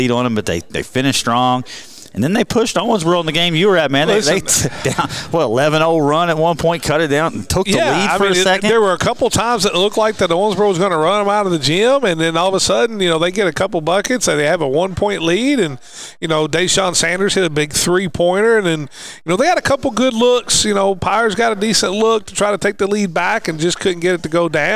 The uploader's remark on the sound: live from Owensboro Country Club